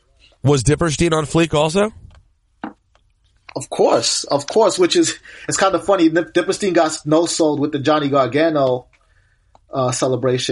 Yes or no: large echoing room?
no